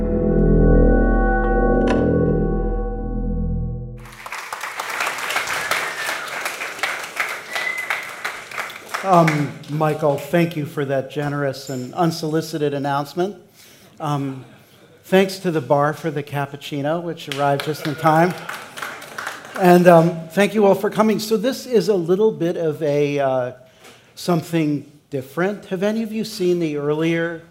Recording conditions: busy venue